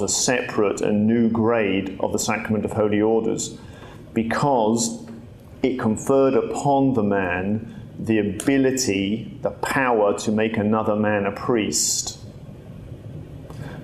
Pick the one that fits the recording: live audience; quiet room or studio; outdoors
live audience